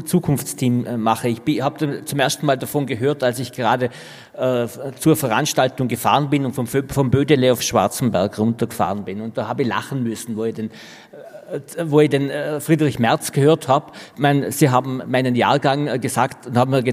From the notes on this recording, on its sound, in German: Live vom FAQ Bregenzerwald 2021